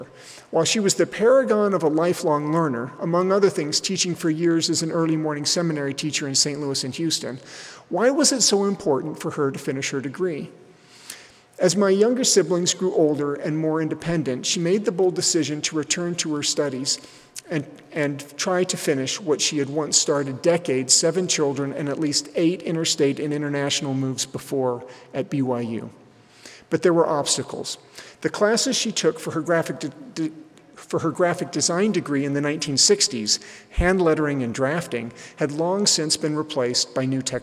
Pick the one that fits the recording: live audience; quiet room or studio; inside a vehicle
live audience